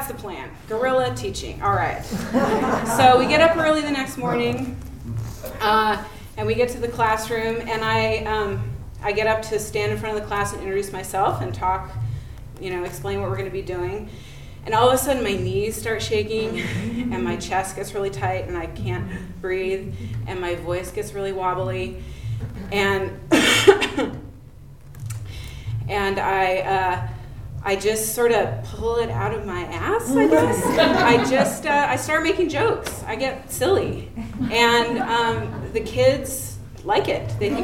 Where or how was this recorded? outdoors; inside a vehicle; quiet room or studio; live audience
live audience